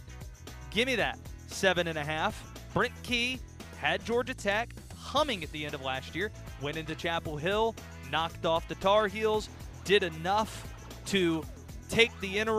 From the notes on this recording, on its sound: Live from Allegacy Stadium.